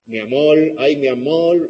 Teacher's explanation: cuando imitamos al cubano, al dominicano, hacemos ese cambio de la L y la R